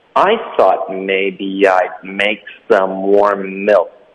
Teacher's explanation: make 的科跟 some 会连读 make some 跟 warm 也得连读 some warm 所以有一个 more 的感觉 more OK warm 然后再来 milk 是科省略 some warm milk 那整个句子就是 I